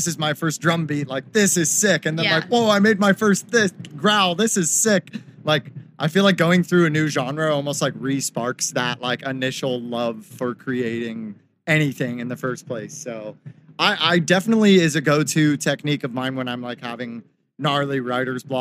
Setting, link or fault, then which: setting, busy venue